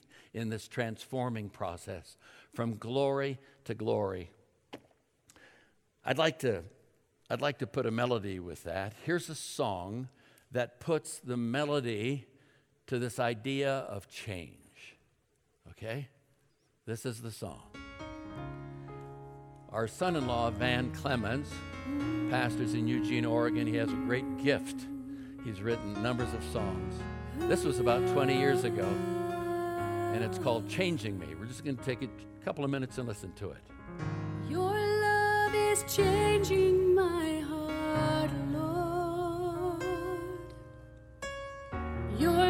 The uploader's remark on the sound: At Timberline Church. Live.